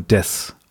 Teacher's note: Und oder wenn ihr so ein bisschen Japanisch könnt, dann kennt ihr ja auch dieses Abschlusswort Desu. Das ist dann ja auch oft nur Des, obwohl dann der Su dran ist. Das kann oft auch so mit anklingen. · Term: Schwundvokal